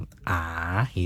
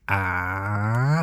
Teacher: เสียงจัตวาที่เป็นเสียงตกขึ้น